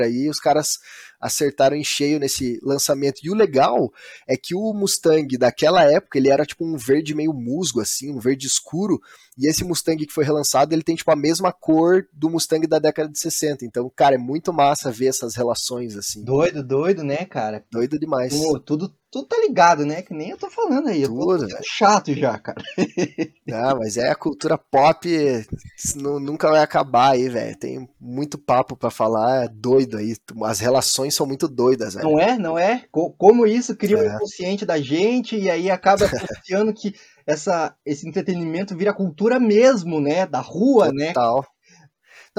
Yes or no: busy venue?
no